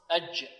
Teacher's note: الجيم صفتها الشدة ينحبس عندها الصوت، ومخرجها من وسط اللسان مع ما يقابله من حنك الأعلى، مخرج الشين والياء.